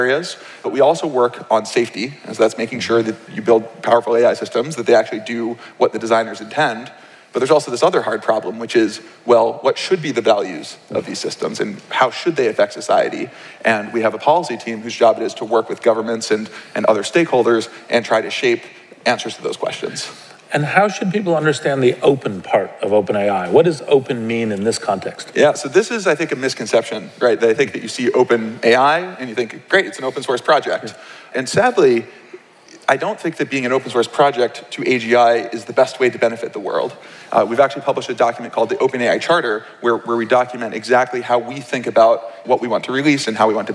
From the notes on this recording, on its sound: From the 2019 Startup Grind Conference